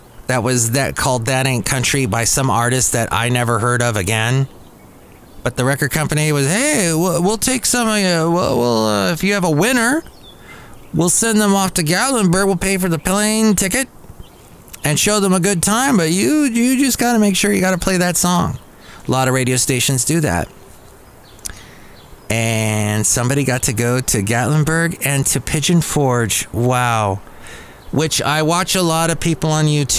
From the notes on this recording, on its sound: Podcast live from Cafe Anyway.